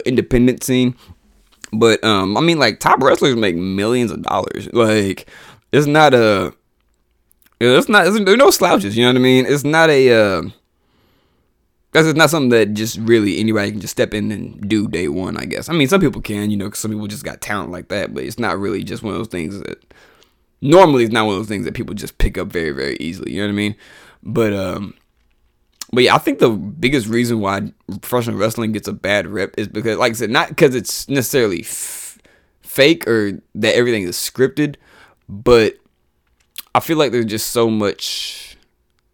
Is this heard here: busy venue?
no